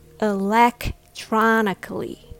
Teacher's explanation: with the stress on the third syllable, tron